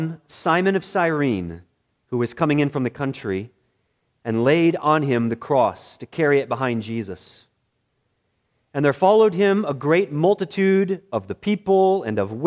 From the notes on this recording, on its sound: This message was preached in the morning worship service at Bethany Baptist Church